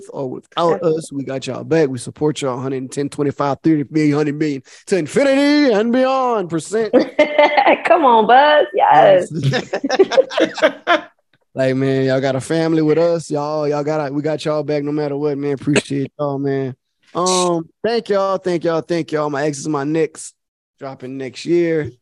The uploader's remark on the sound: EVERYDAY PHONE CONVERSATION!